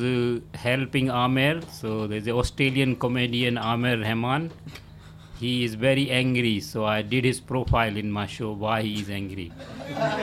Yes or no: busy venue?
yes